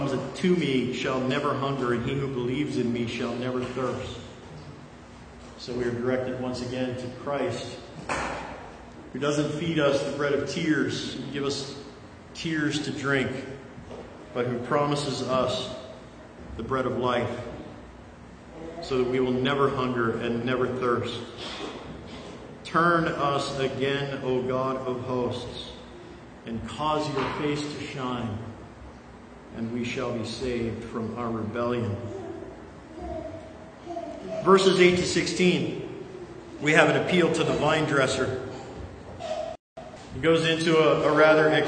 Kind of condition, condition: setting, live audience